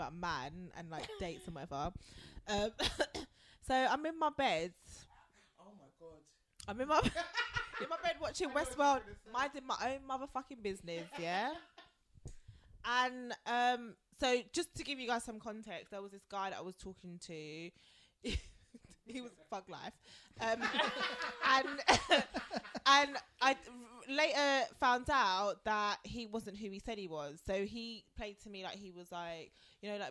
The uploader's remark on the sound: Disclaimer - The sound levels aren't that great, however, we didn't want to deprive you of the banter so we hope it doesn't put you off!